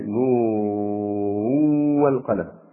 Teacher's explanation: قوله تعالى نون والقلم وما يسطرون، نون بالسكون على الوقف، يعني بالسكون إذا وقفت نون، أما إذا وصلت فاختلف القراء، فمنهم من أدغم النون الثانية في هجائها في الواو، يعني نون والقلم عند الوصل، فأدغم النون الثانية في هجائها في الواو